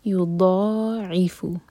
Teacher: عین کسرہ، عی ہوٹ فلیٹ ہونی چاہیے